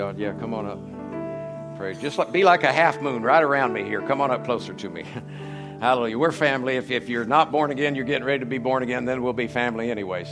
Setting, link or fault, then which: setting, large echoing room